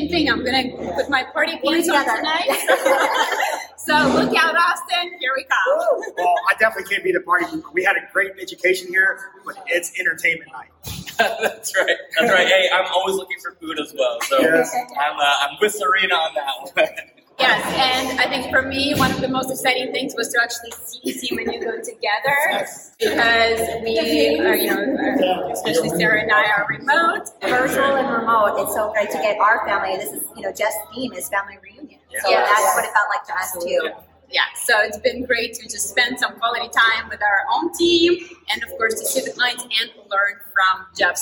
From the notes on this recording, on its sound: Live from Jeff Shore Leadership Summit in Austin, TX.